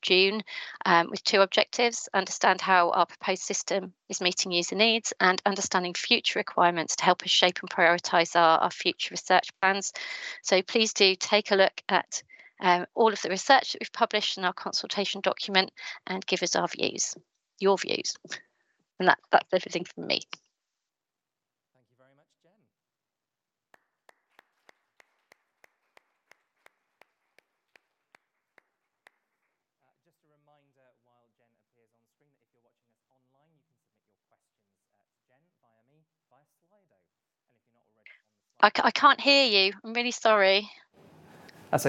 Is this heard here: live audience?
yes